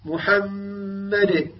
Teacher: المشددة يجب أن تكون الغنة فيها أعلى ما يكون